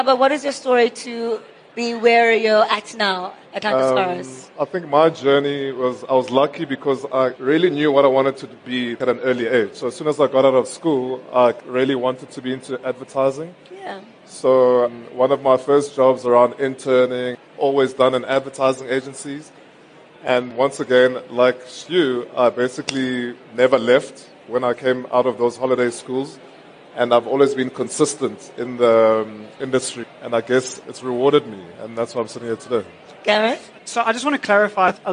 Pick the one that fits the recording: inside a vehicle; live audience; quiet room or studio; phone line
live audience